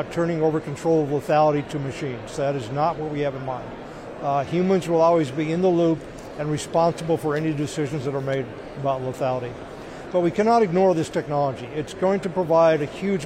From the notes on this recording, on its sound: From the floor of the Air Force Association’s annual Air, Space, Cyber conference.